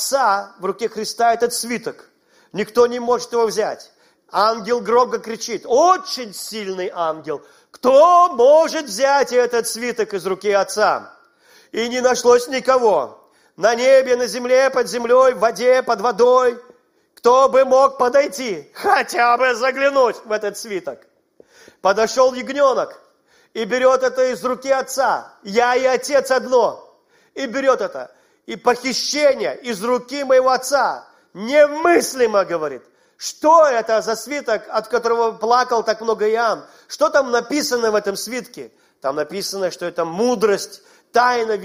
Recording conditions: large echoing room